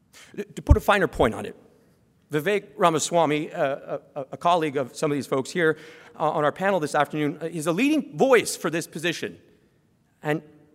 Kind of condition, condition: setting, live audience